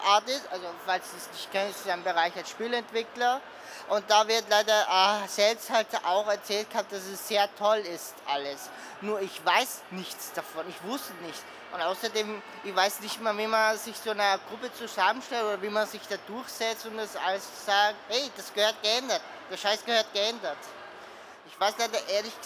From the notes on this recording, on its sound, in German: Live von der VIECC. Live von der Vienna Comic Con.